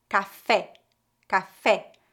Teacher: Preste atenção ao som bem aberto e forte no final